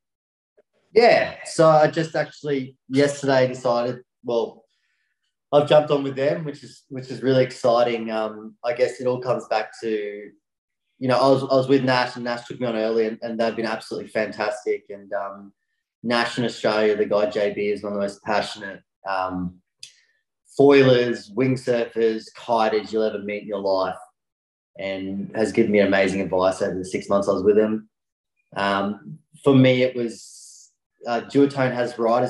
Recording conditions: video call